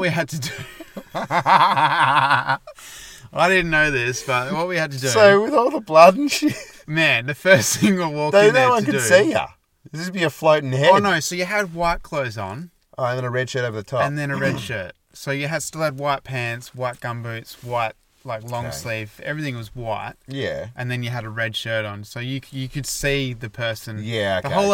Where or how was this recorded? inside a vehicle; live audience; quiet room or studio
inside a vehicle